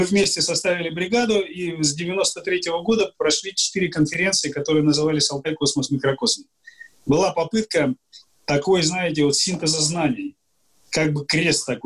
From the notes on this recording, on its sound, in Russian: Данный подкаст записан с помощью Zoom